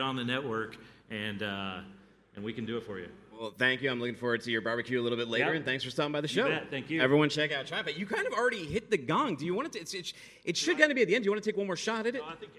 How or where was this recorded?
busy venue